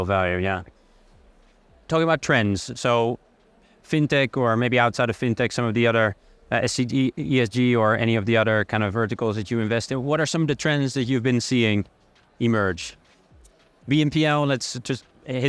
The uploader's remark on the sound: special podcast episode recorded at Web Summit 2023